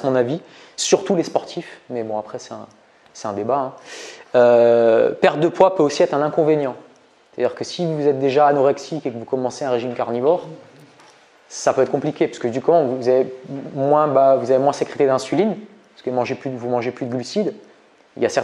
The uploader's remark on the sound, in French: Extrait de conférence